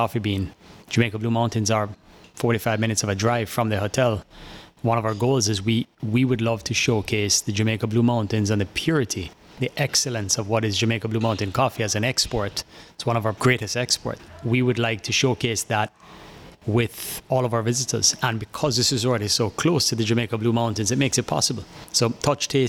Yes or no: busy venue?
yes